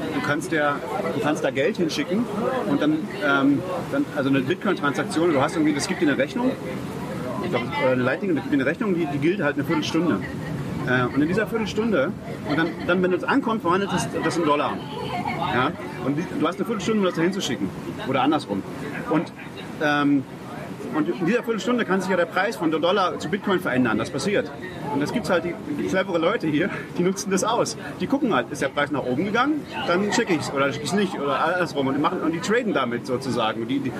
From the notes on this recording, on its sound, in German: In San Salvador stattfindenden Adopting Bitcoin-Konferenz. Haben wir die gute alte Tradition der Vor-Ort-Aufnahme auch am anderen Ende der Welt beibehalten. Da an dem Tag der Aufnahme viele Bitcoiner aus der ganzen Welt der Bitcoin Beach besuchten, wurde es während der Aufnahme immer lauter und fröhlicher. Mehr authentische Atmo im Hintergrund geht nicht!